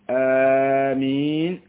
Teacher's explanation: من قال آمين أتى بالمد، لكن المد الطبيعي